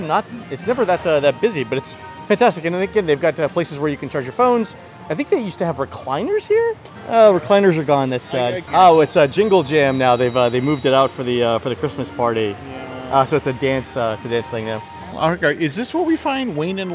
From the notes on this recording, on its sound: Live from Fantasyland. Continue their walking tour of WDW’s Magic Kingdom by strolling through Fantasyland.